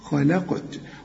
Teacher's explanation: والقاف قلقلها لأنها عليها السكون، وكل قاف كده في القرآن مدام عليها السكون قلقل.